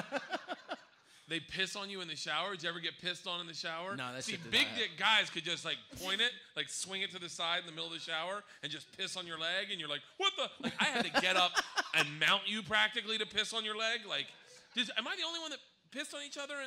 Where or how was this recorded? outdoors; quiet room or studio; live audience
live audience